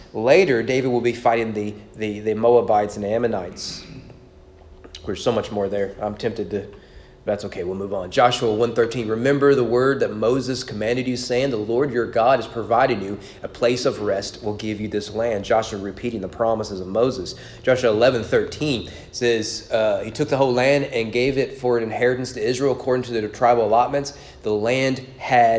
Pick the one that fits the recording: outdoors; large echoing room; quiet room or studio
large echoing room